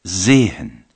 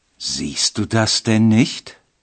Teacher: В немецком языке некоторые глаголы во втором и третьем лице меняют корневую гласную «э» на долгое «и».